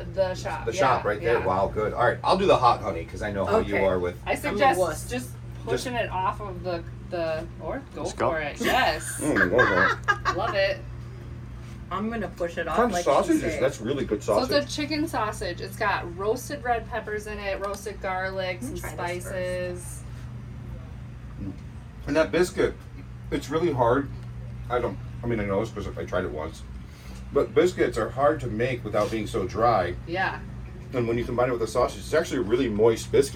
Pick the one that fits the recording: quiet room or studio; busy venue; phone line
busy venue